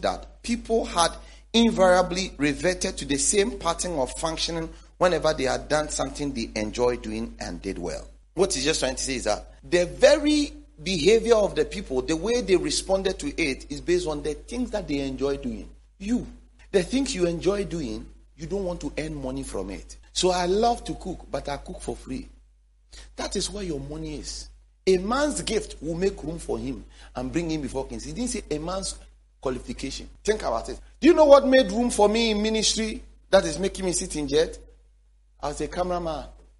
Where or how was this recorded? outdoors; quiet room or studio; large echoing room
large echoing room